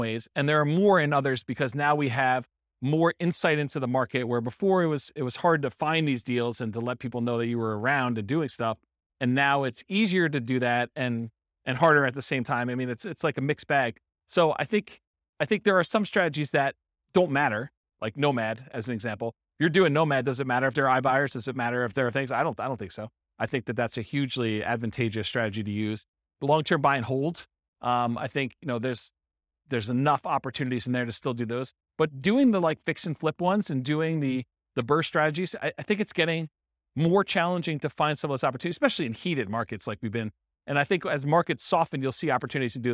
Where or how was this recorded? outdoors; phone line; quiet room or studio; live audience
live audience